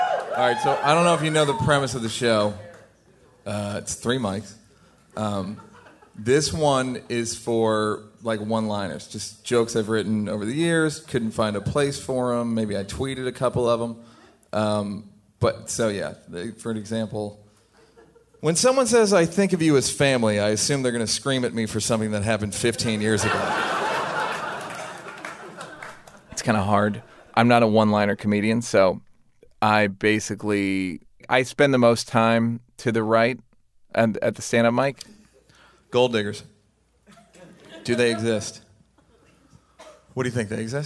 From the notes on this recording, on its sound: Performed live at Snap LIVE! In Oakland's Paramount Theater.